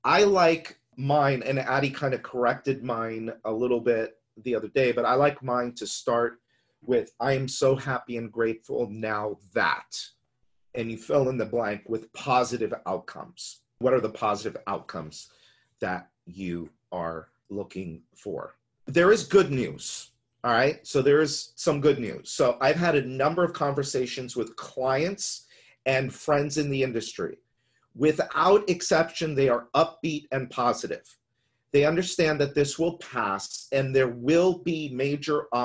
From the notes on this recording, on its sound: We’re sharing the audio from a webinar with you. We’re sharing the audio from a webinar with you.